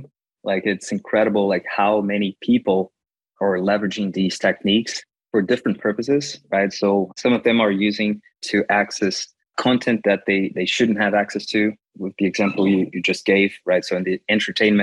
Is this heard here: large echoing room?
no